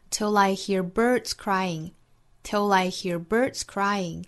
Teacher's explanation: till 和 I 之间又是舌侧音和元音的连读